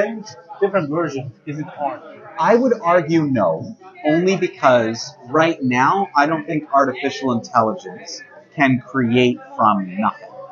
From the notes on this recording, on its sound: The two enjoyed a lunch at The Third, in the Hintonburg/Wellington West area of Ottawa.